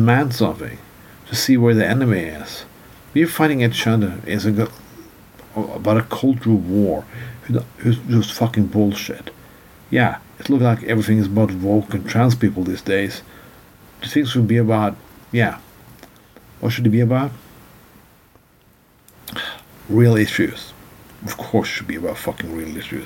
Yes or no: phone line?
no